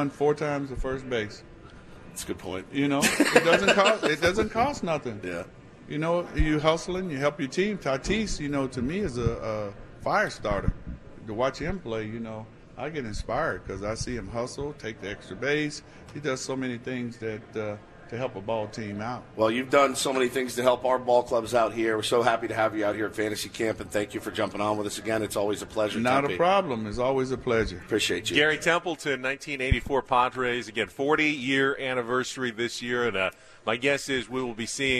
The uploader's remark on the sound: Day 2 from Padres Fantasy Camp in Peoria, Arizona